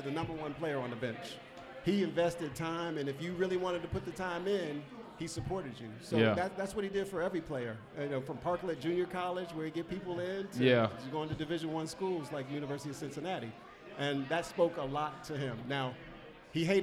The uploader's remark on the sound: LIVE at Mio's